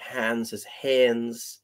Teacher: The old days, an A often sounded like an E, like hands as hens.